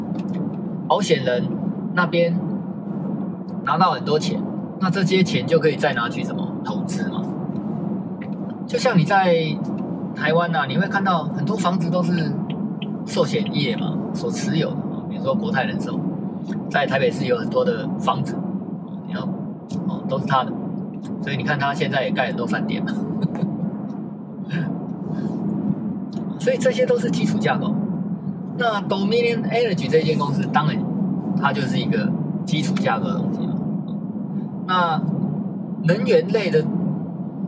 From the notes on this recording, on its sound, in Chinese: 在車子行進中錄音的碎碎唸，歹勢......收音技術學習中。